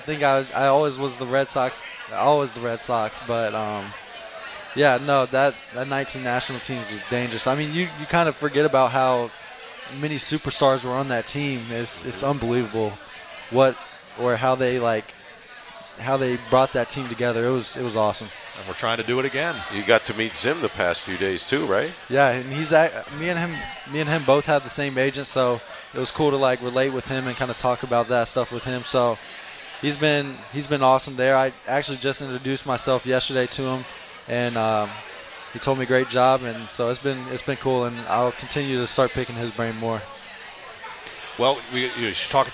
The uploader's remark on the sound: Live from Duffy's Sports Bar & Grill.